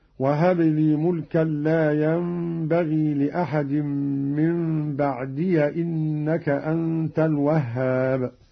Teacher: قرأ قالون بفتح الياء من بعدي وصلا